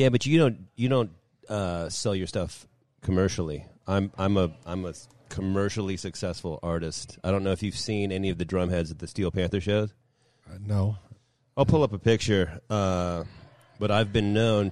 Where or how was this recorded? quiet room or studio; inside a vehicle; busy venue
busy venue